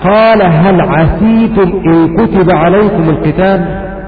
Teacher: قرأ بكسر السين في كلمة عسيتم